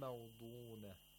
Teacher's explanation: the ضاد has تفخيم at the moderate level